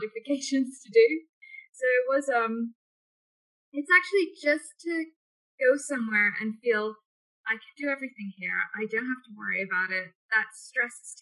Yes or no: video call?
yes